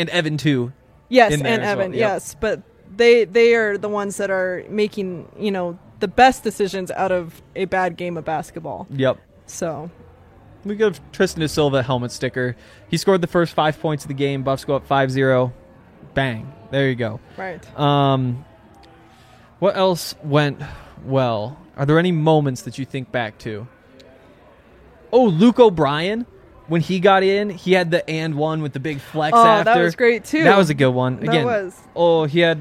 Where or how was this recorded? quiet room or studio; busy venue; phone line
busy venue